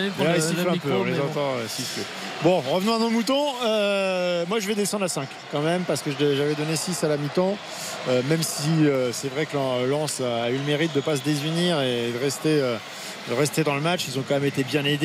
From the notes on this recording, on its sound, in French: en direct du Parc des Princes